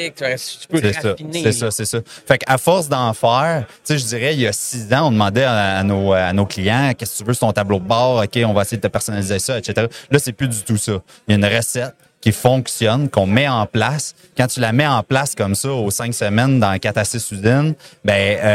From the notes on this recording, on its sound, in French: En direct du Transal Saguenay